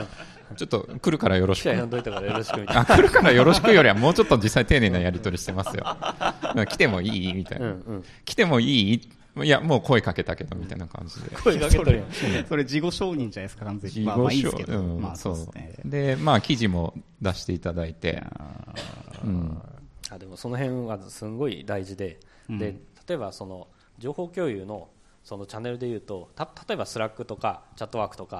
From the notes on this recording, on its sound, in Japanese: Builderscon 2019 公開収録。Builderscon tokyo 2019 DAY2 ランチセッション「ajitofm公開収録」。